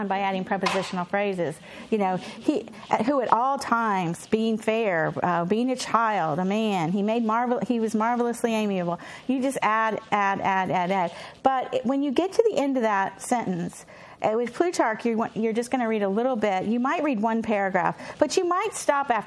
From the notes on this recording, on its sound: presented at the 2017 CiRCE conference, held in July in Austin, Texas